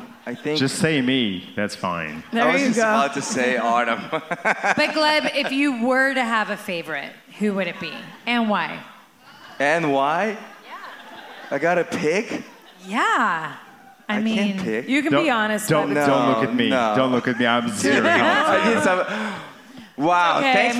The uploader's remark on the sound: Live from Gila River Resorts & Casinos - Wild Horse Pass in Chandler, Arizona, doing what they do best: putting on a live show!